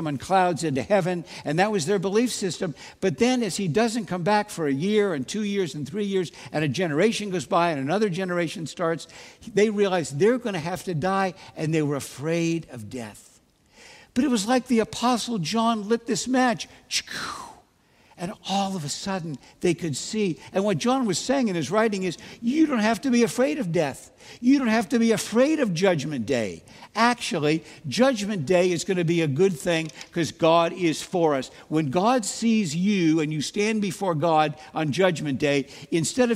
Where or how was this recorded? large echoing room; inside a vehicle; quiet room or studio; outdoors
large echoing room